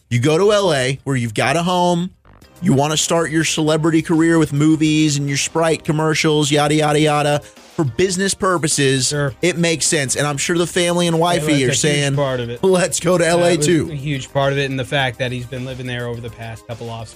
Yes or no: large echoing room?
no